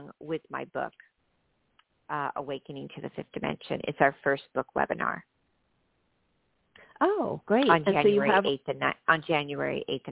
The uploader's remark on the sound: Live readings to listeners who call.